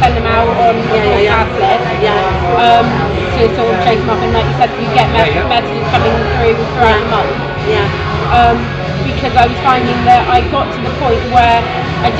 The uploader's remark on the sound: We make no apology for the background noise because we spoke to these ladies at the Achievers New Year Gala Dinner, we hope you can hear the enjoyment of the whole team enjoying themselves.